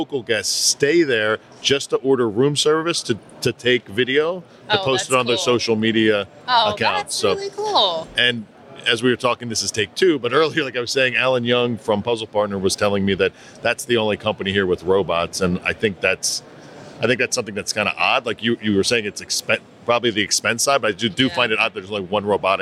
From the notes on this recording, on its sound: Took the show on the road to HITEC 2022 in Orlando, FL. Live, in-person interviews from the show floor.